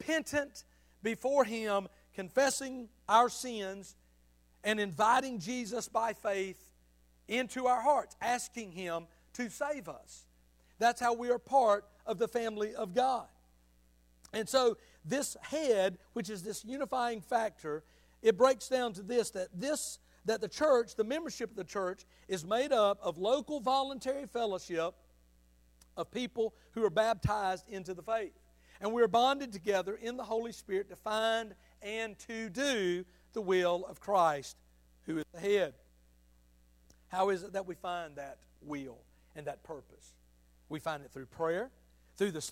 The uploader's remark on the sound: Sunday Morning sermon. At Liberty Baptist Church in Tifton, GA.